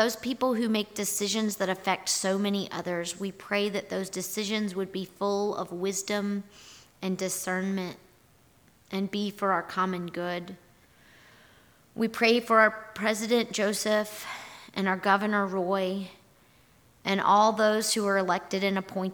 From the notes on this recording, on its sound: Our audio recording from this morning&#8217;s worship service. Here is our audio recording from this morning’s worship service.